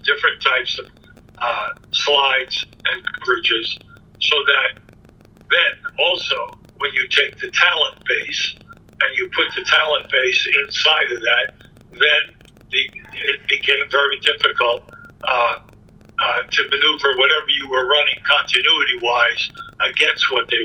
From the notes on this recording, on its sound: This interview was done via the phone a few years back.